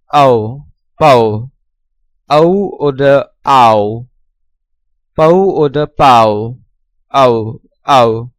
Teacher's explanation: ein langer Diphthong, wie A-U in house